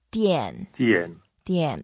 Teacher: that's a fourth tone, so we go down